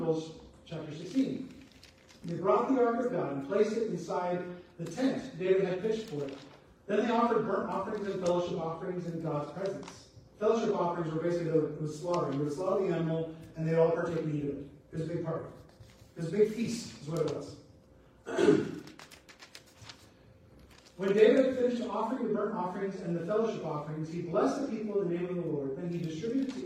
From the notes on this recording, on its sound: Apologies for the sound not working well